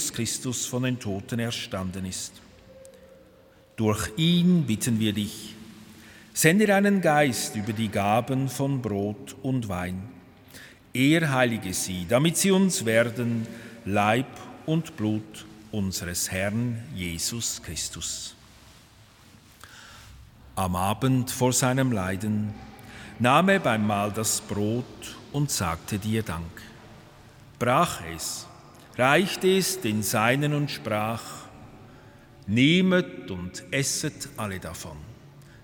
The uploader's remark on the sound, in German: Römisch-katholischer Gottesdienst aus der Kirche Leuggern AG. Zum Festtag singt der Kirchenchor.